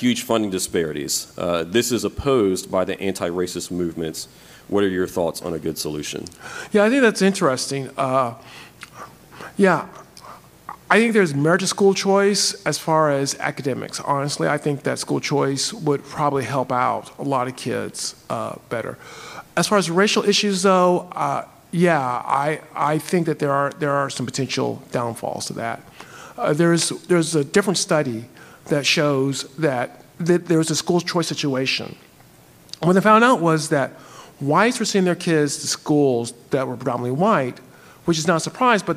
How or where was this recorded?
live audience